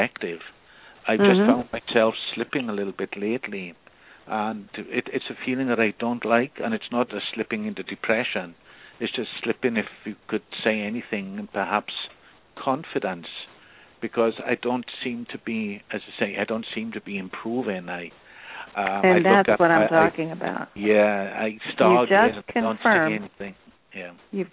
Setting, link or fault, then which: link, phone line